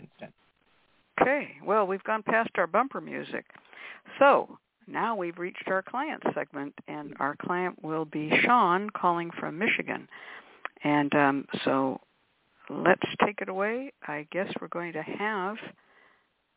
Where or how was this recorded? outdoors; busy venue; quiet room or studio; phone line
phone line